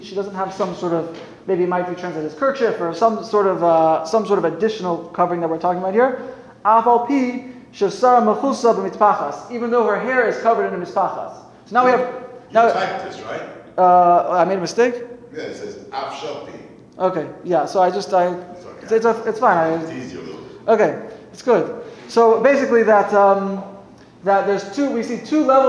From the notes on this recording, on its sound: Sunday Kolel Lecture. Recorded live at The Torah Center ATL on June 11, 2023.